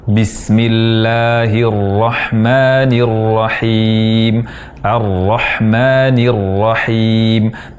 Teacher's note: tanpa membulatkan bibir, tanpa mengubah bunyi ra menjadi o · Term: huruf ra